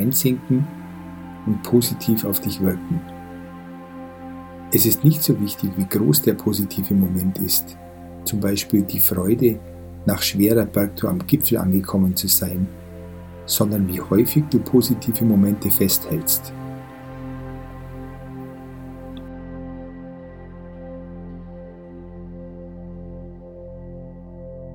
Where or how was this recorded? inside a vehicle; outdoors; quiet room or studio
outdoors